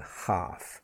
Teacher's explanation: We don't pronounce the L. · Term: silent L